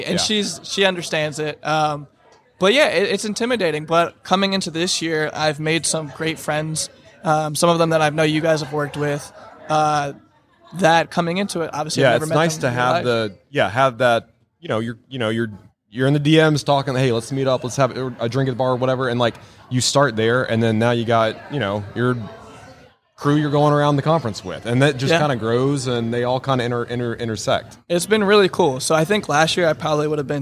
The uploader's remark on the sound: LIVE from HAVEN 2022. In the Wall Control booth at HAVEN Conference 2022.